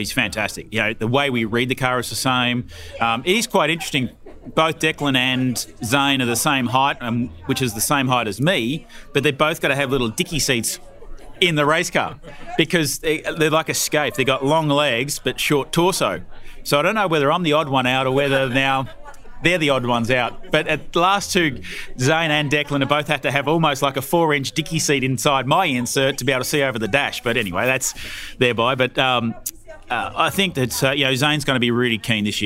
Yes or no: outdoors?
yes